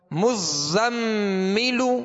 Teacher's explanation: زا کو سختی میں پڑھیں گے سیٹی کی آواز پیدا ہوگی